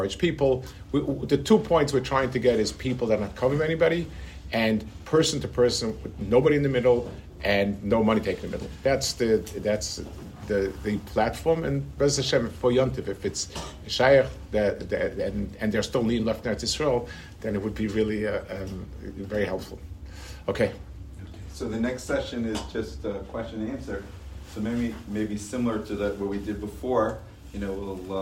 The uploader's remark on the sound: At a Rabbinical Conference in Young Israel of Woodmere.